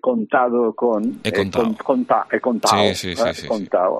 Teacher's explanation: Aquesta D intervocàlica desapareix